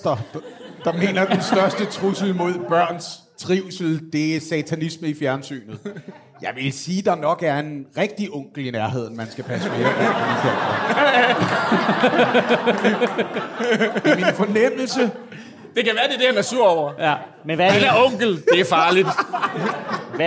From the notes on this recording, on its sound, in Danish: Afsnittet er optaget live på Comedy Zoo